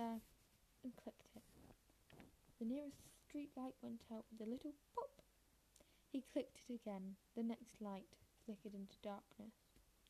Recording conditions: background noise